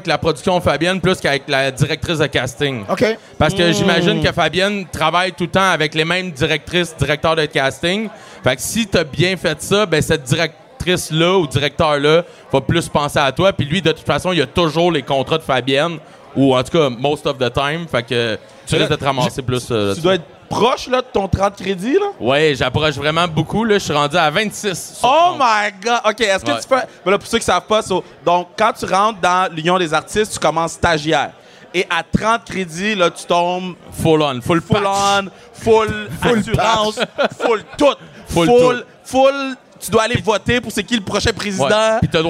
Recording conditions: live audience